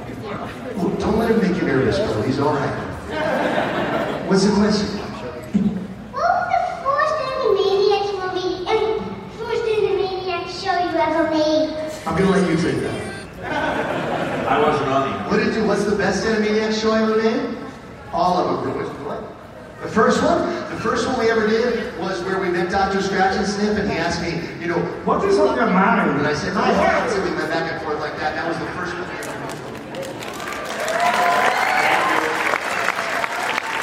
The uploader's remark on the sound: Panel at FanX in Salt Lake City. Q&A session. Interacting with fans.